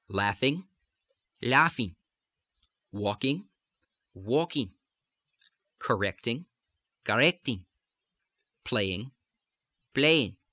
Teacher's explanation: One of them is the ing endings, the ing, ing, ing sound, which, as is the case in a lot of accents and dialects, has the tendency to go to in, in, to drop the g sound, the g sound at the end of the gn.